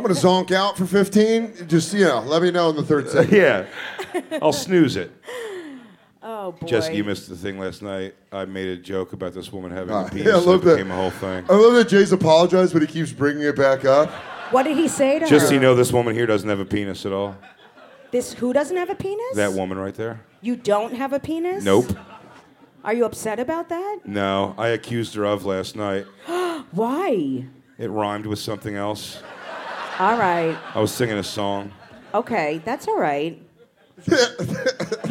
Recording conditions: live audience